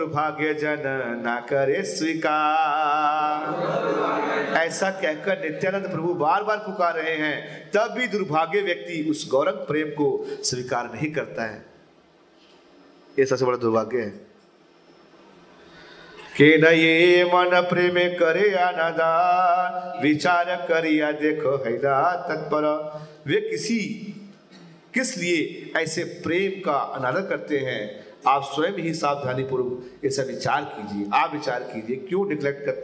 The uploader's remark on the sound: Mayapur Yatra 2020. Audience : Camp devotees.